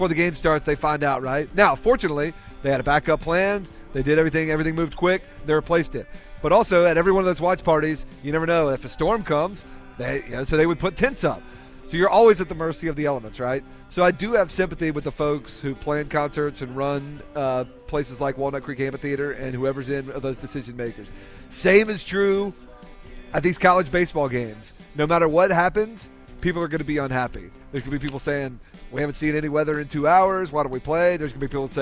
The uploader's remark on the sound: The guys are live from the Rex Hospital Open at Wakefield Plantation.